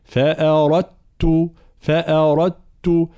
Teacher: ثم فأردت، أصلها فأردت دال ساكنة بعد تاء، إدغام هنا، إدغام الدال في التاء، فنقرأها تاء مشددة مع طبعا ترقيق جميع الحروف ما عدا حرف الراء المفتوحة مفخمة، فأردت فأردت هكذا.